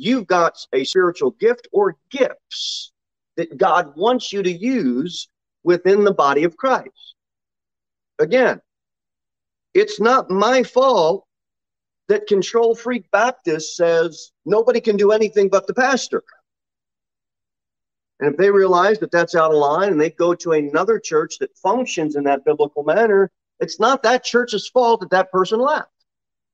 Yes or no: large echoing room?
yes